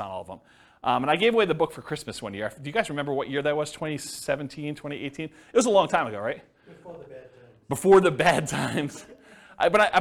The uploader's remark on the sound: This was a live class recorded